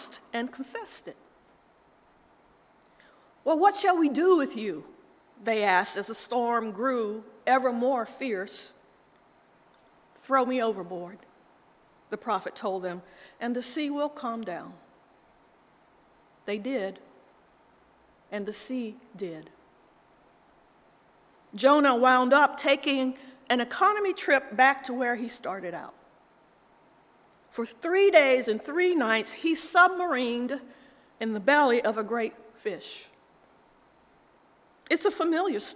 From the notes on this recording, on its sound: Audio from our 9:00am Worship Livestream.